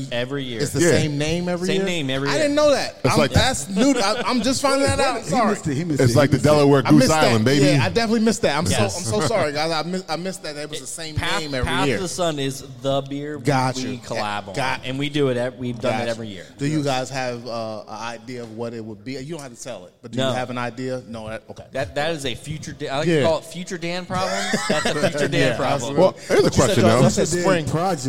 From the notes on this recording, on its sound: go live from Autumn Arch Beer Project